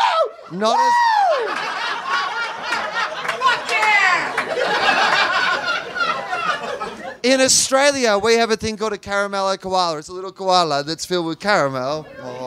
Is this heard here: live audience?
yes